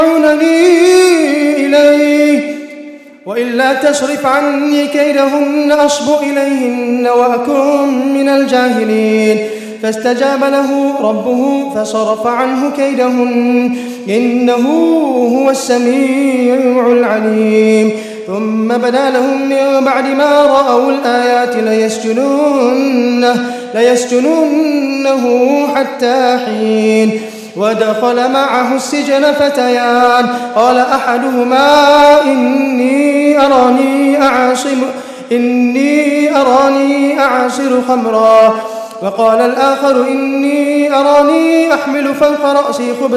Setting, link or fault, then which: setting, large echoing room